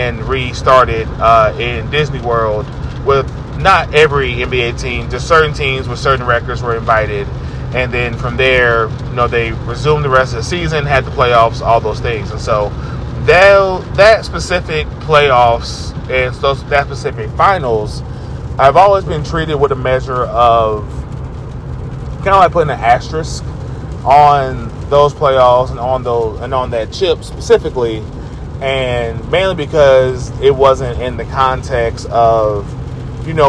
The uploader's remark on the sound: Self produced, self recorded (while driving), and self edited.